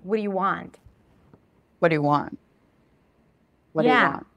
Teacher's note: You gotta squeeze them in, you don't have to, but you might wanna squeeze them in together and to only put the focus on what matters, which is the word want.